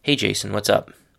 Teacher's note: The last thing to note about what's up is that you really need to say it with a neutral or even falling tone in your voice